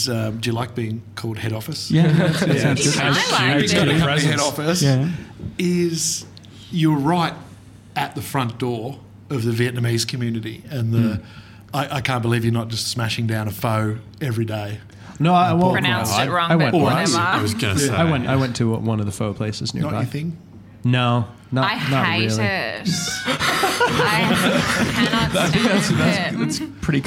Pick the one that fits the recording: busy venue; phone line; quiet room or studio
busy venue